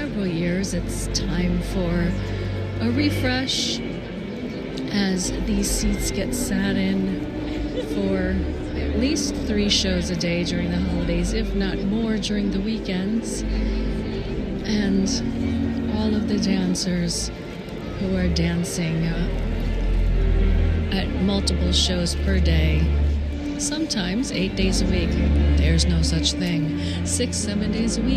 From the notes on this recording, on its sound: On Location Walk and Talk. Mindfulness Tour: Radio City Music Hall, NYC, New York, USA.